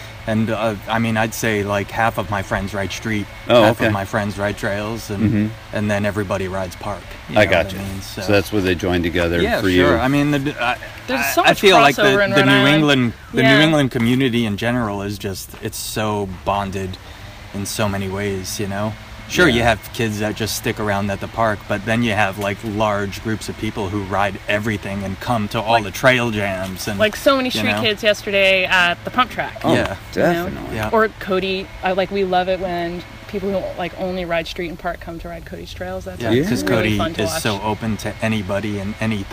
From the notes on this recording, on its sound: Both interviews were recorded in the woods